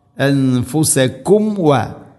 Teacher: സാക്കിന മീമിനെ പൂർണ്ണമാക്കിയിട്ട് വേണം വ ഉച്ചരിക്കാൻ